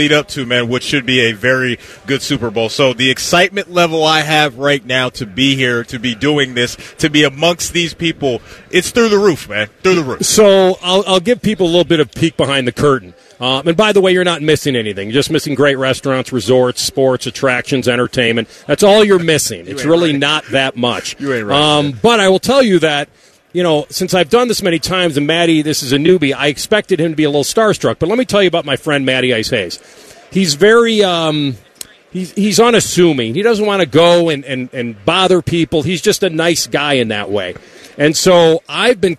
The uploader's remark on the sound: Live from Radio Row in Vegas!